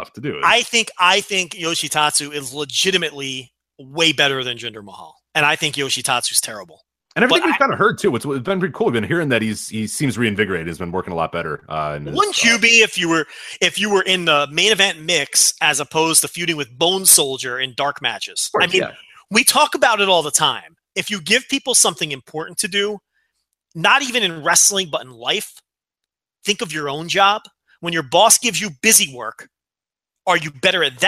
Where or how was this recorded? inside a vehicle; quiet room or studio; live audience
quiet room or studio